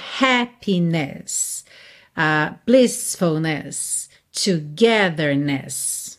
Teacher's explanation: Em happiness, a sílaba tônica continua sendo a primeira. Mas agora você tem uma última sílaba que também tem ali o seu peso